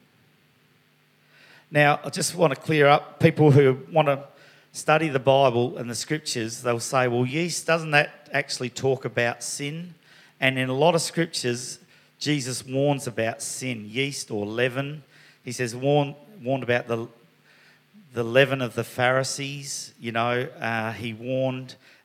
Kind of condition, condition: setting, live audience